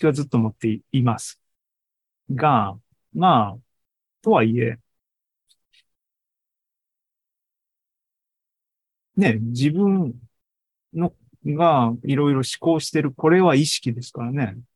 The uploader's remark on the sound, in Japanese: ZOOMライブの模様です